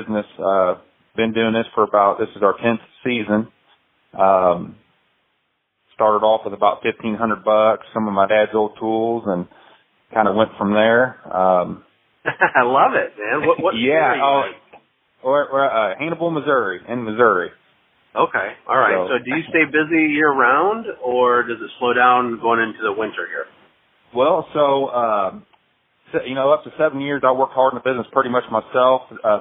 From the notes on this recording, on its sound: LIVE Coaching Call